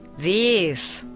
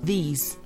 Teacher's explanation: la pronunciación del i en this, esto o esta, es corta. El plural se pronuncia con un i largo.